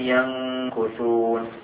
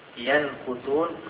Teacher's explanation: نون ساكنة حكمها الإخفاء لذكر الكاف بعدها، والكاف من حروف الإخفاء · Shown in: first take